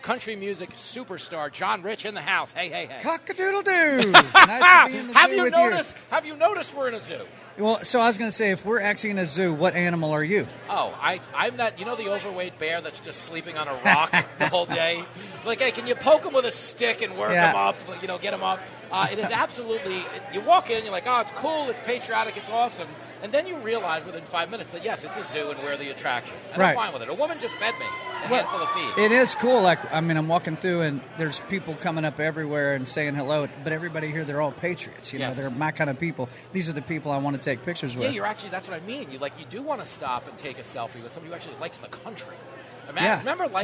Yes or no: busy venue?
yes